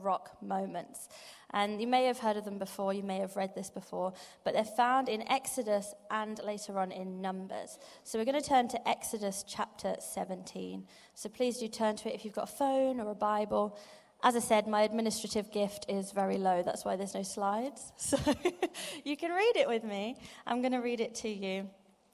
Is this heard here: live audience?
yes